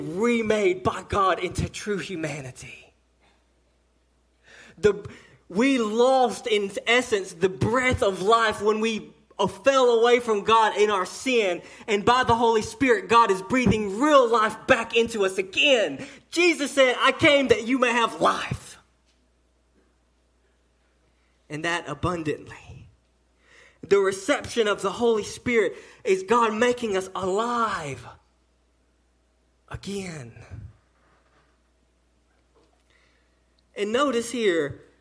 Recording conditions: large echoing room